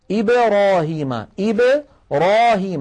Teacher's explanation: يفتح فمه عند الراء وليس عند الباء